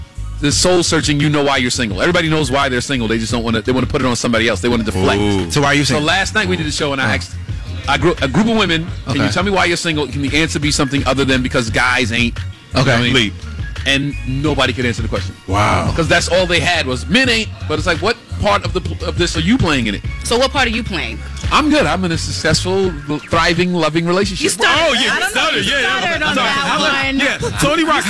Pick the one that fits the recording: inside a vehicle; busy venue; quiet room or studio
busy venue